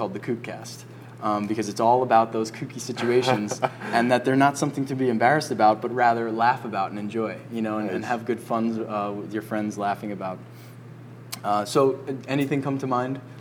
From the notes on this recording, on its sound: video recorded the entire episode at Georges Lighthouse Cafe in Montauk, NY